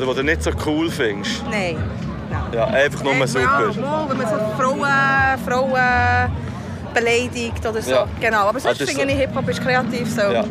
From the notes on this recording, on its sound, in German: zwei Tage lang am Spex Festival unterwegs!